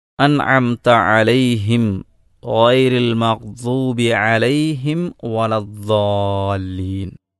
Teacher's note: സുക്കൂനുള്ള മീമിൻ്റെ ഉച്ചാരണം രണ്ട് ചുണ്ടും പൂട്ടുക എന്നതാണ്. രണ്ട് ചുണ്ടും പരസ്പരം ബന്ധപ്പെടുക, ടച്ച് ചെയ്യുക, അപ്പോഴാണൊരു മീം ഉണ്ടാകുന്നത്.